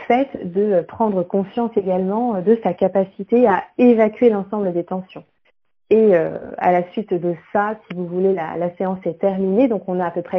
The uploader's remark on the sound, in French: L'enregistrement de l'Interview s'est fait au téléphone, c'est pour cette raison que la qualité audio n'est pas optimale mais toutes les informations sont là... Ma voix est un peu tremblotante car j'étais un peu stressée pour ce premier passage radio.